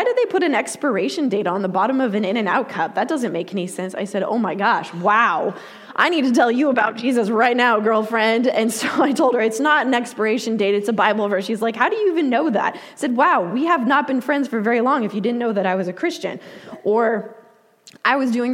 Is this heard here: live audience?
yes